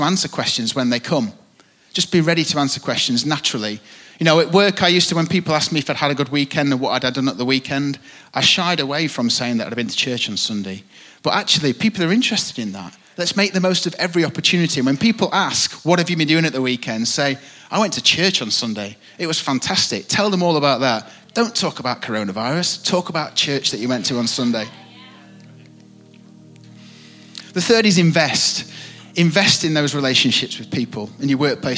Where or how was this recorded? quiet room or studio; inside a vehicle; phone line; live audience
live audience